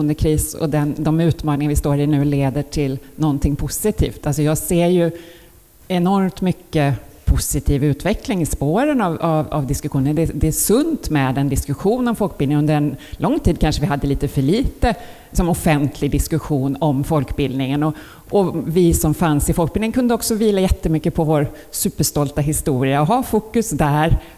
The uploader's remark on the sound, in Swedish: Livepodd från Almedalen.